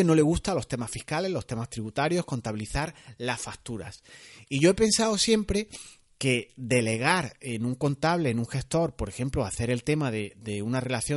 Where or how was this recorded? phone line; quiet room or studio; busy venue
quiet room or studio